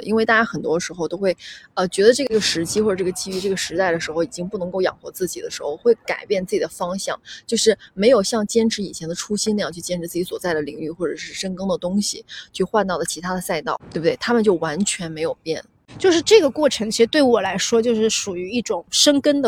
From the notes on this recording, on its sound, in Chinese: 本期录制在户外大草坪，和大家一起沐浴阳光感受微风